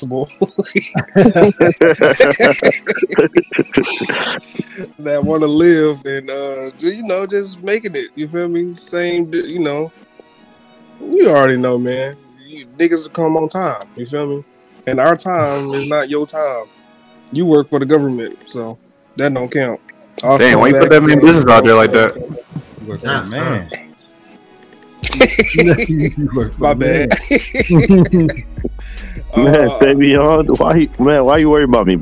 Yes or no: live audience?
no